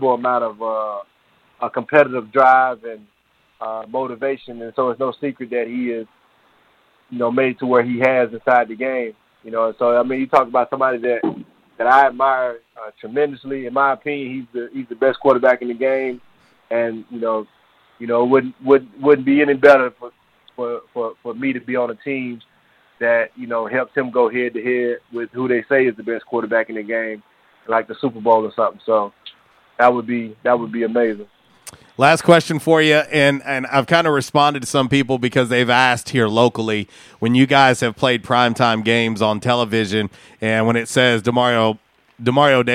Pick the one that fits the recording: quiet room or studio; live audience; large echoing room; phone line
phone line